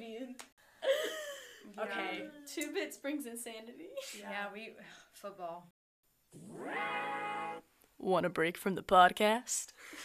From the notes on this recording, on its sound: Sorry for our technical difficulties, we have some solutions to audio problems that we hope to be able to solve soon.